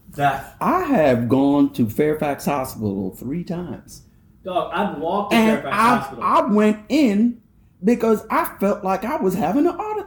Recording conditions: poor microphone